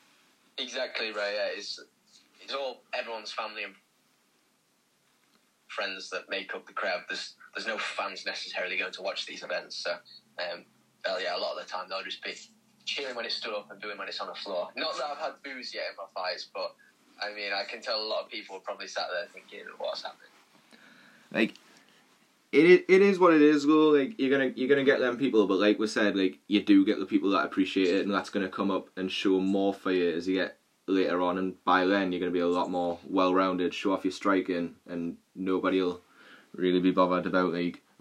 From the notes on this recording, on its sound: Via phone call.